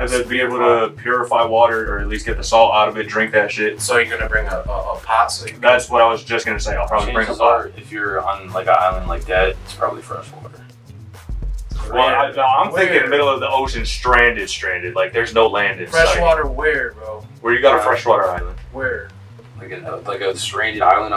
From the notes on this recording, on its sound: Every audio issue imaginable. Definitely worth the watch/listen EVEN with the audio problems they encountered.